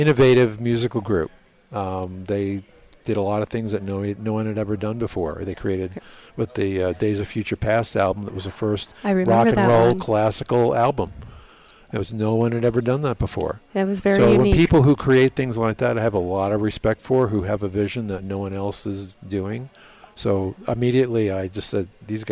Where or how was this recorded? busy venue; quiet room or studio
busy venue